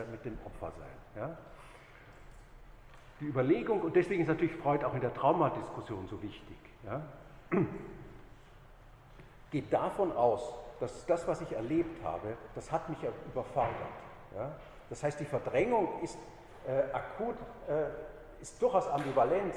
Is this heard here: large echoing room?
yes